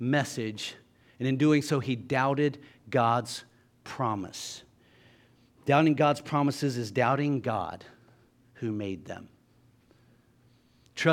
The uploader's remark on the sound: LIVE Services at Sunshine